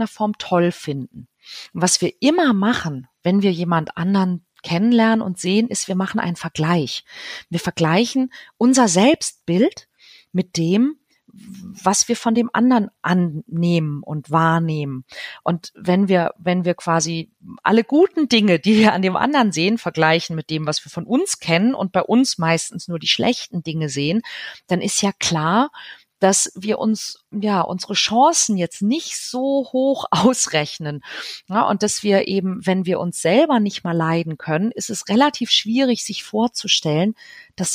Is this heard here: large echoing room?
no